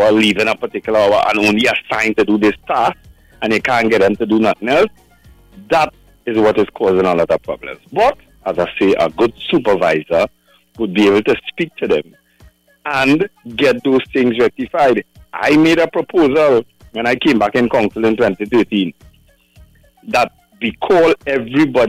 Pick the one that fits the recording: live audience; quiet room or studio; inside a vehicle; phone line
phone line